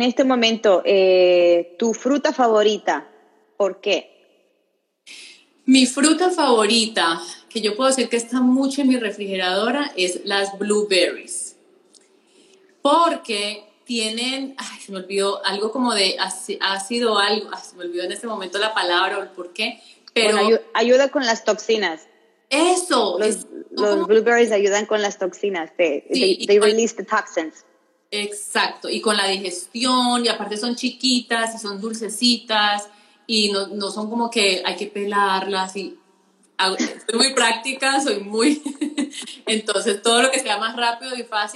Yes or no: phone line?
no